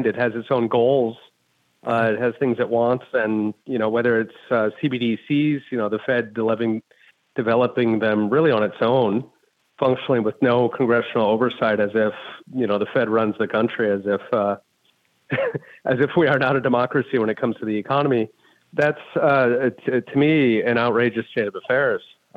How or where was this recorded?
phone line